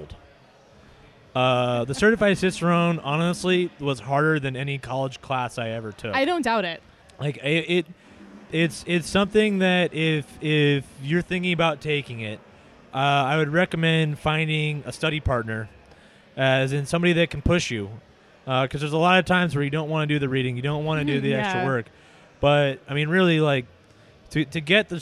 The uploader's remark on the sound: We recorded in the brewery while drinking Seapine's doppelbock, Monk's Meal.